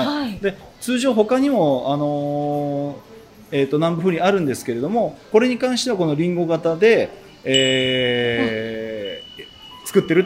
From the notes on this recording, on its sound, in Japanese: 川崎大師で開催された「風鈴市」にお邪魔します。風鈴市の仲通りを散策。